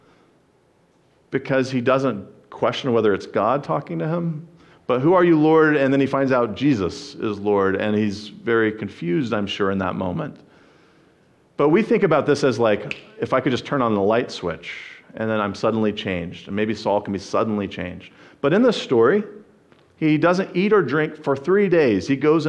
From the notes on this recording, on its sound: Sermon preached. At the First Baptist Church of Jackson, MI.